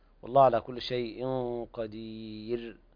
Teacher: أحسنت، ما شاء الله أداءك رائع، لكن انتبه في ترقيق الراء، والله على كل شيء قدير. فالراء مرقق حال الوقف